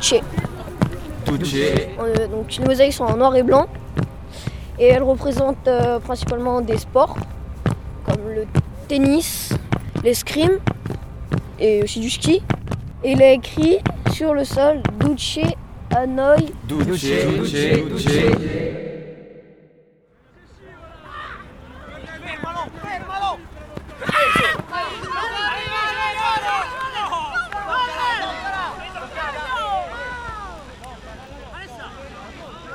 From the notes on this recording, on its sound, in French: Les élèves latinistes du collège Verlaine à Paris vous livrent un carnet de bord sonore de leur voyage à Rome ! Durant leur séjour dans la capitale italienne, les élèves ont enregistré leur trajet en train, leurs visites des lieux majestueux et les moments drôles entre copains.